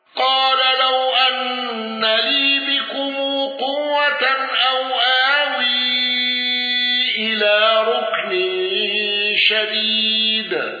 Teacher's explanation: بقصر منفصل وصلة ميم الجمع